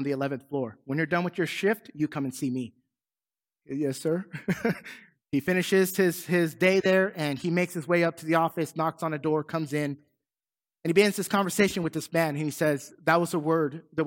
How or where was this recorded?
large echoing room